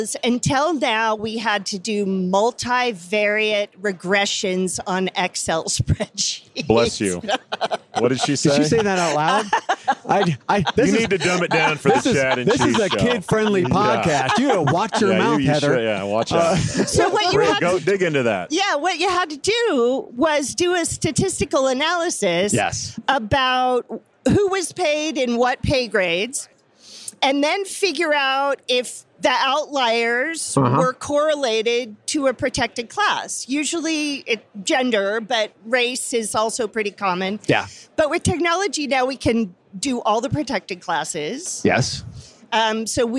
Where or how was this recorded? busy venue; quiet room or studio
busy venue